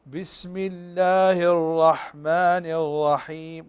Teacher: طبعا البعض يعني يخاف أن يبالغ في التكرار فيقع في شيء يسمى عند أهل العلم الحصرمة، فيقرأ بسم الله الرحمن الرحيم وهذا خطأ، فالراء لم تطرق في مخرجها